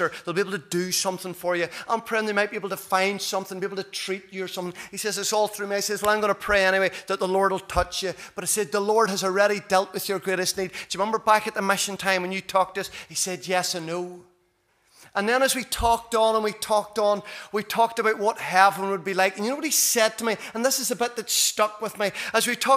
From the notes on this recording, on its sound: This is the recording of the Bible reading and sermon from our evening service